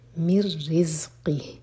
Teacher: نون کے بعد را تو ادغام بغیر غنہ کے